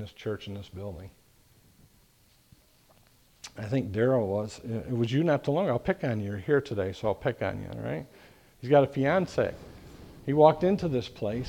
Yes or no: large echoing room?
yes